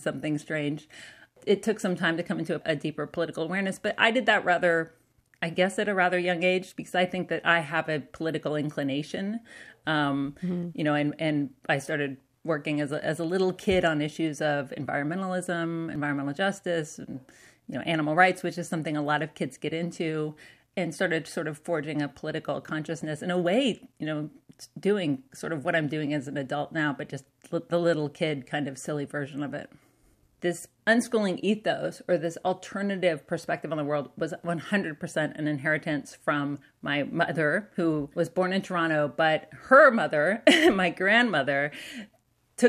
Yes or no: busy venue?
no